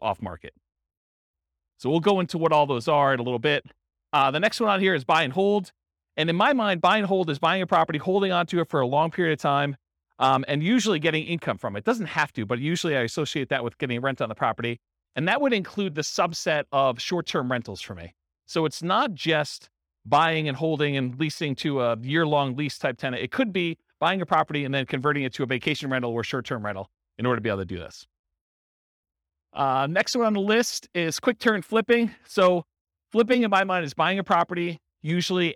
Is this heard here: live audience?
yes